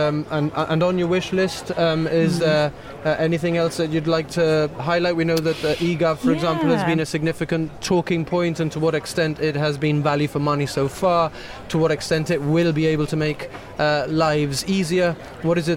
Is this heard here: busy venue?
yes